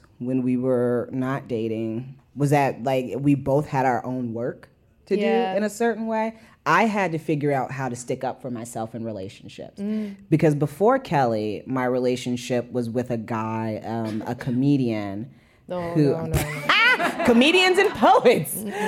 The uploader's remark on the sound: In this special episode recorded live at The Greene Space in New York City.